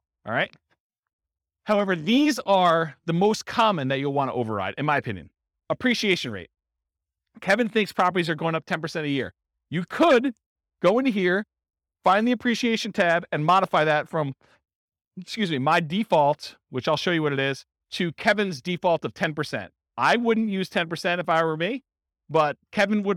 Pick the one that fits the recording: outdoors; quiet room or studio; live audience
live audience